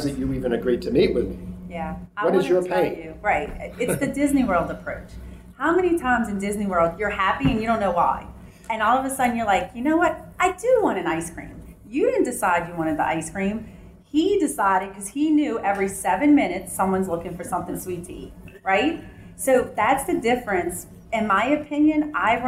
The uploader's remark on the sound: panel from our may 2016 Engineering Career Summit in New Orleans